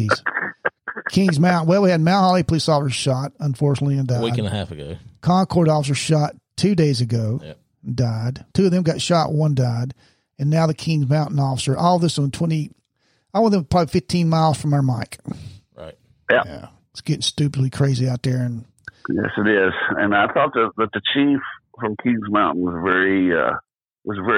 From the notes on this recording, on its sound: A surprise phone call. Studio 77 airs this short clip each year.